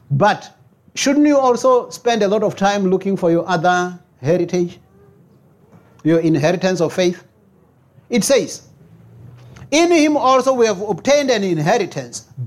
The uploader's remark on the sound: preached at Jesus the Saviour Church, 185 Bobs Way, Eersterivier, Cape Town on 8 October 2023